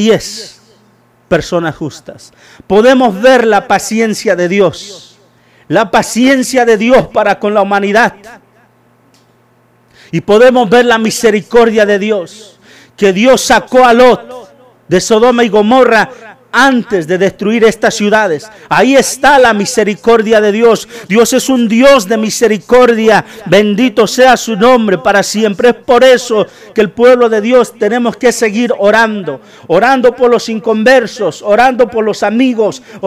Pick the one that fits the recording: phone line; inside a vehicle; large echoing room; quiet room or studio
large echoing room